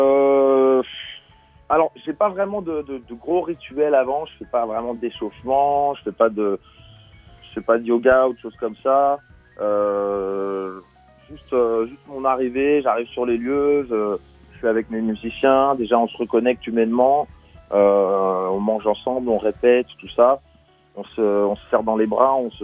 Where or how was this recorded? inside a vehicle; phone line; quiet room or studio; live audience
phone line